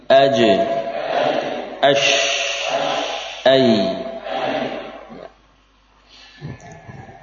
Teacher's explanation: huruf dari wasatul lisan, tengah lidah juga dengan langit-langit